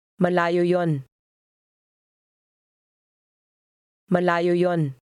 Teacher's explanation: Notice the glottal stop disappears when there's no pause.